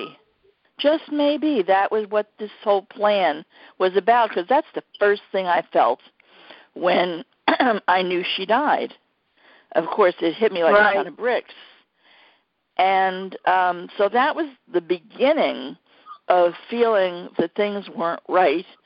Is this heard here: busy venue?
no